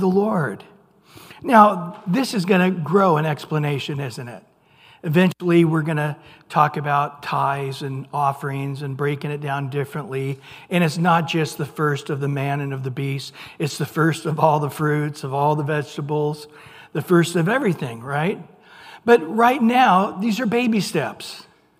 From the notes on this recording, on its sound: Recorded at Calvary Chapel of Los Alamitos on May 31 2023 on Wednesday evening sermon.